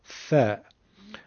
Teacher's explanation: این حرف سه نقطه در زبان عربی با نوک زبون ادا میشه. ما در فارسی سه نقطه رو هم سین میگیم، اما عرب ها ثا رو با نوک زبونشون میگن ث، ث، نوک زبون رو به دندوناشون میچسبونن میگن ث. · Term: حرف ثا